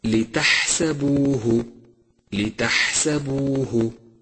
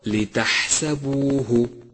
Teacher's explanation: لاحظ صفة الهمس بحرف الحاء في كلمة لتحسبوه، لتحسبوه، فإذا أهملت همسه غدا حرفا ضعيفا غير واضح في النطق، أي هكذا لتحسبوه، والصواب لتحسبوه.